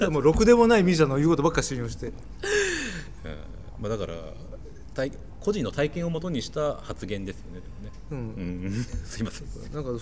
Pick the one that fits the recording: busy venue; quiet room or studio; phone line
busy venue